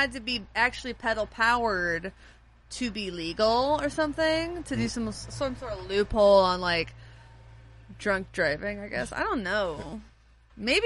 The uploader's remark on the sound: This week's episode takes place on the porch at Fanny's House of Music in Nashville, TN. Recorded in the great outdoors.